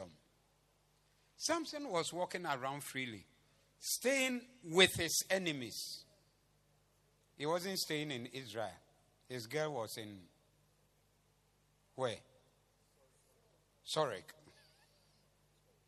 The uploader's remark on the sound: Preached at the Zeloo Service